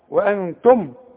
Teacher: ادغم بقى ميم مع ميم، ادغم بغنة